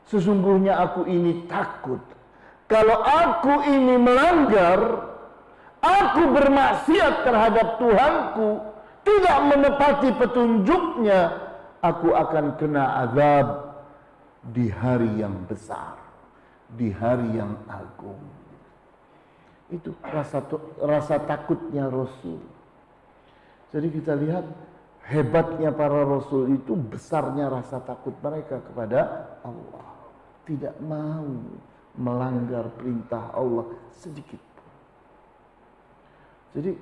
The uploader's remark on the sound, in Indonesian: LIVE STREAMING via Youtube MASJID AL-IHSAN CIPINANG MUARA 3